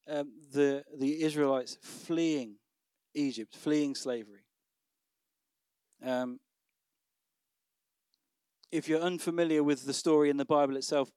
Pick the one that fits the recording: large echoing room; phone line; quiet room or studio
large echoing room